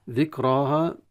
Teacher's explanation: ذكراها مد طبيعي مع تفخيم الألف ومع الراء، والها مع الألف ترقق